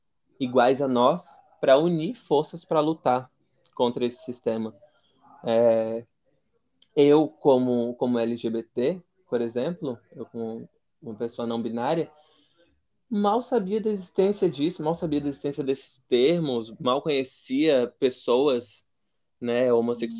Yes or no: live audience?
no